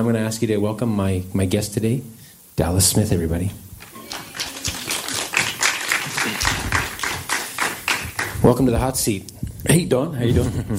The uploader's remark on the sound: taped live at Country Music Week ahead of the 2022 CCMA Awards in Calgary, AB.